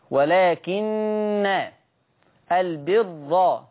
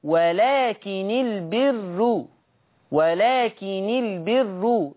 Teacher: ثم في ذات الآية، الآية 177، في قوله ولكن البر من آمن، حفص يقرأ بتشديد النون مع الفتح